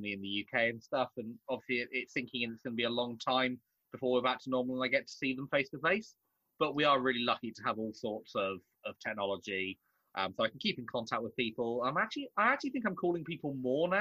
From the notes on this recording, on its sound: This episode has been recorded over Zoom due to the current restrictions on the Isle of Man. Please be aware there may be some audio quality issues.